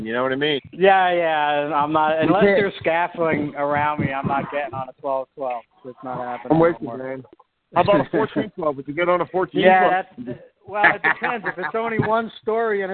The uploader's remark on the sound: Core Team Conference call.